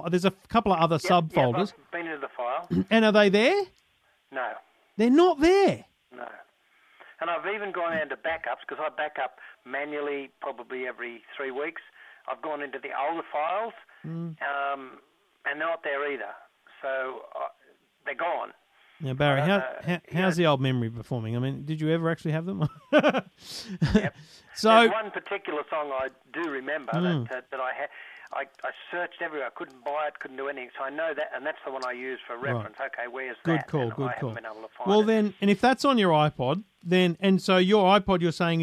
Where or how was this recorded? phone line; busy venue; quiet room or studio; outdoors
phone line